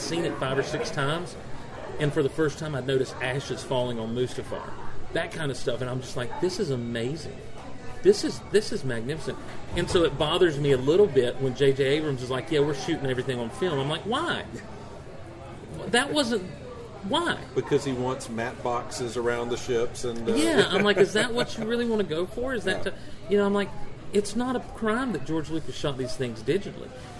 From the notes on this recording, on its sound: Recorded live at Locos Deli and Pub on St. Simons Island Georgia.